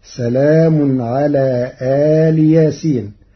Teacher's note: قرأ ورش كلمة إل بفتح الهمزة ومدها وكسر اللام فهي كلمة مفصولة عن ياسين فتصير الجملة سلام على آل ياسين، على أن آل مضاف إلى ياسين.